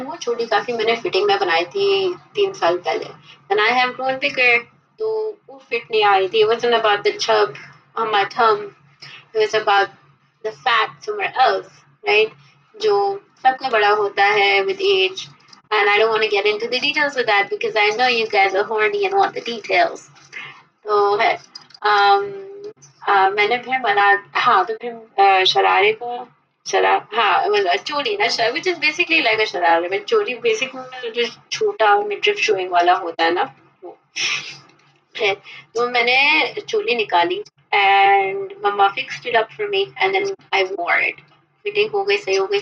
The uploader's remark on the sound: Sorry for the audio quality